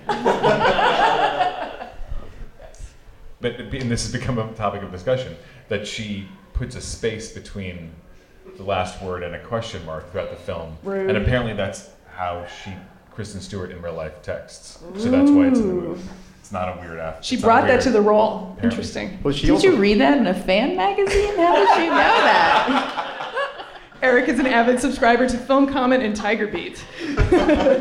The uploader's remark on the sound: NYFF 2016 Live Roundtable. The fanfare of the 54th New York Film Festival may have officially wrapped on Saturday. As part of an aptly named "Festival Wrap" free talk, several of Film Comment's frequent contributors and editors recently came together before a live audience.